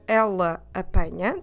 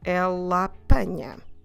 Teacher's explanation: it's two unstressed A's, we tend to put them together and open them with the open sound A · Shown in: second take · So instead of ella uh, apanha, that you, forces you to stop in the middle, we say more ella apanha. · Term: one open A